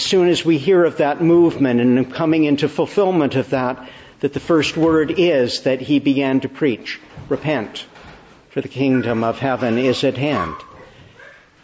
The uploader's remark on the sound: Morning Service. Preached in the Annunciation of the Blessed Virgin Mary, Ottawa, on the Third Sunday after Epiphany.